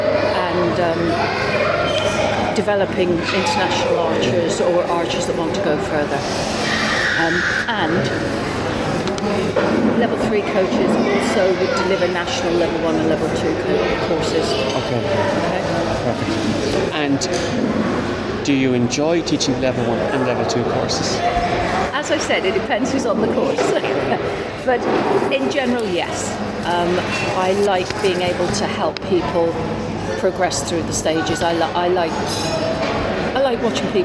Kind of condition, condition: setting, busy venue